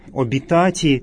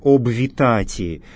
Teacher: После приставки «об» «в» выпадает · Shown in: first take · «обвитати». · Term: упрощение группы согласных